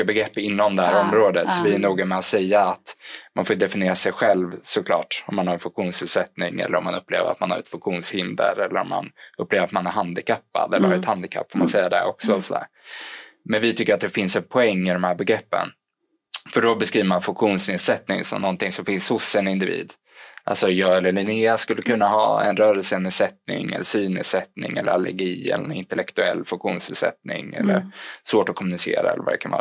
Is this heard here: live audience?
no